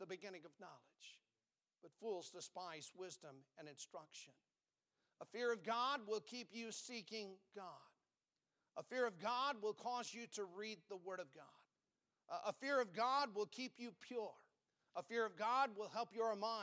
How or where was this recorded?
large echoing room